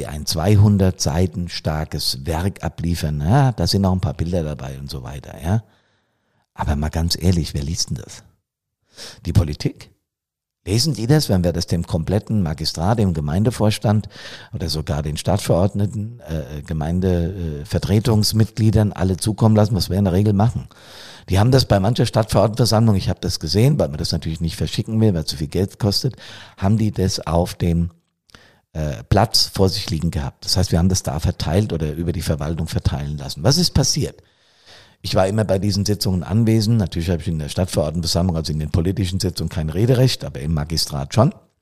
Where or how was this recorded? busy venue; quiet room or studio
quiet room or studio